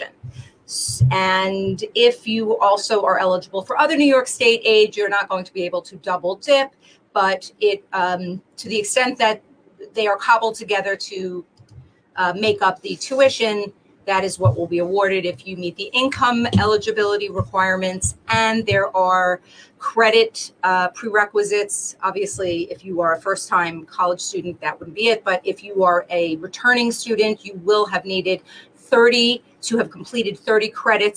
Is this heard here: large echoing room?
no